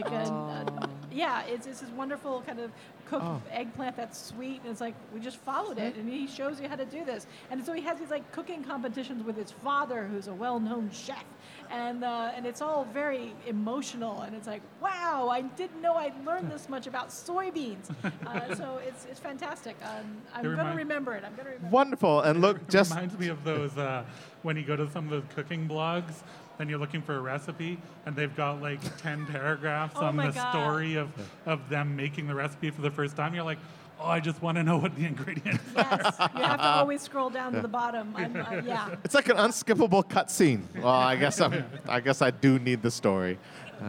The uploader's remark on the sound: Live at Fan Expo. In this live episode at the Vancouver Fan Expo.